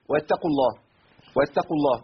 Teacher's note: واتقوا الله، اسمعوا كده، واتقوا الله، واتقوا الله، أنا عملت كده إيه؟ اختلاس، خففت التاء المشددة، بدل واتا بقت واتا، أسقطت حرف من القرآن بسبب إيه؟